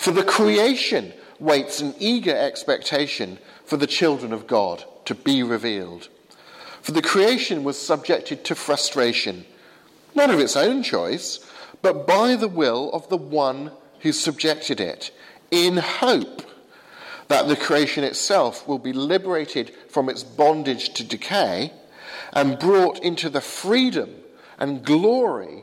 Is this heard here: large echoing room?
yes